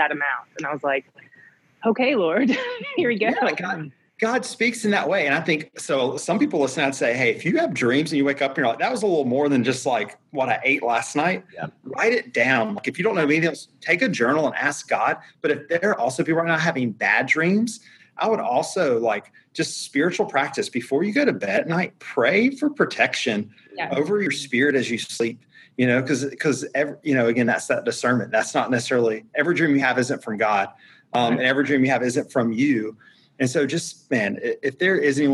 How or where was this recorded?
video call